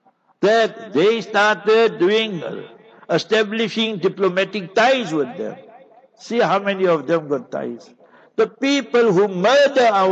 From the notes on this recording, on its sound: Jumah Lecture at Avonadalle Musallah